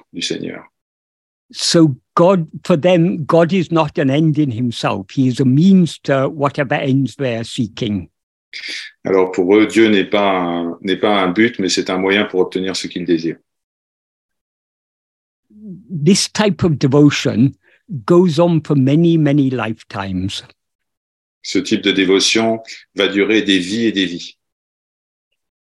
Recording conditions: video call